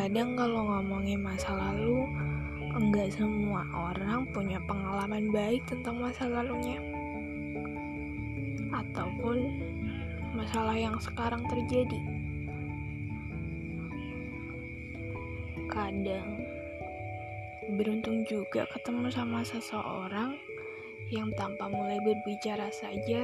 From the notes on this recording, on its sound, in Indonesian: Maafin kalo ada suara yang lain yang masuk